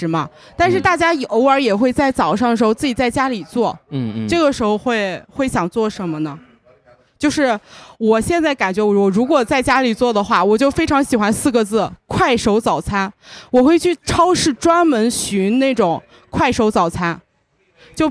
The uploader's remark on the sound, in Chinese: 来自济南的新播客清风微拂。在一个秋天晚上。录音地点：Vniegar Taproom精酿啤酒吧。